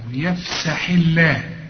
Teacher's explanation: الحاء هنا مكسورة، مدام مكسورة يبقى لفظ الجلالة هنرققه